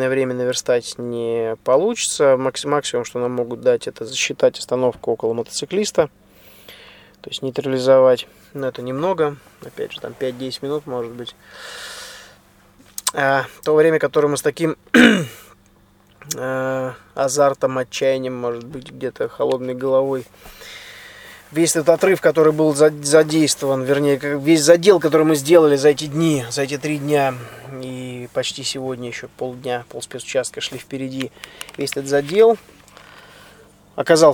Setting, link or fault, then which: setting, outdoors